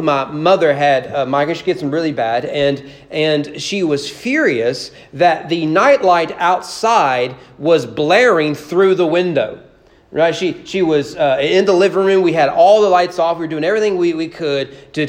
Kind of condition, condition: setting, large echoing room